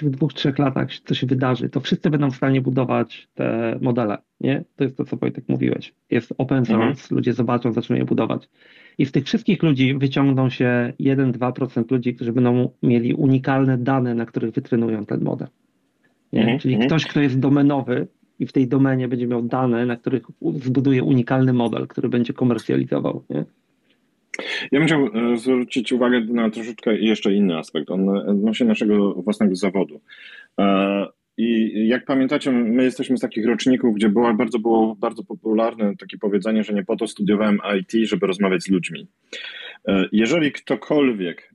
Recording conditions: video call